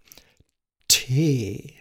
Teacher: ich mache automatisch noch ein E dahinter, um dann noch einen klangvollen Ton zu produzieren